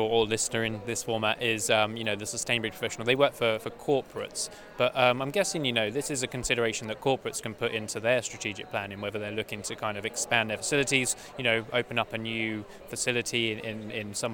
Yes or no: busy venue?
yes